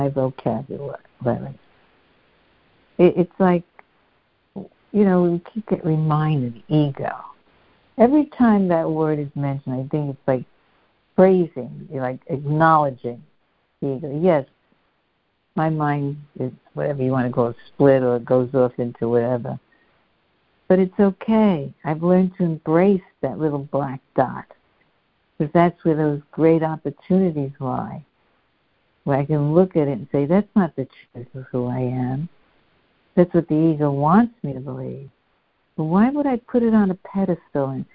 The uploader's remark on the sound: ACOL MAR 29, 2023 CONF CALL.